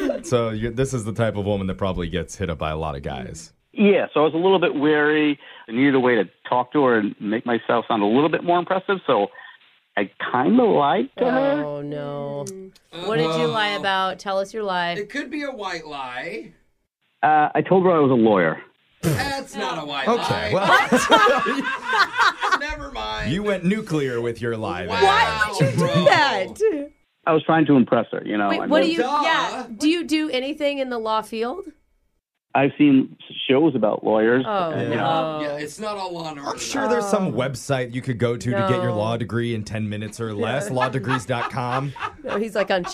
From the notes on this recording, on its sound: One of our listeners was too embarrassed to say what he really does for work and now his LIE is why he needs our help with an Awkward Tuesday Phone Call!